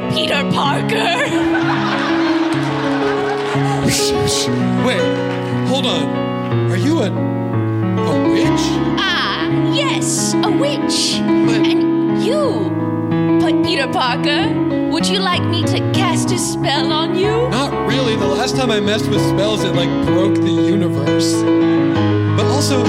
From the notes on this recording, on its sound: LIVE at SF Sketchfest 2023. Recorded live at San Fransisco Sketchfest in January of 2023 at the Great Star Theater.